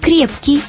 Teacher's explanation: Так мы сегодня произносим ГКХ перед окончаниями прилагательных мягко